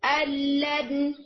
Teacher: इसमें तो गुन्ना भी नहीं आ रहा, यानी नून ने अपनी एग्जिस्टेंस और अपना मखरज दोनों छोड़ दिए · Term: कामिल इदगाम